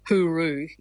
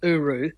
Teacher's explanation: that H gets dropped all the time · Shown in: second take · another bit of the shortening, but H is kind of weakened anyway, so you get hooroo, becomes uru.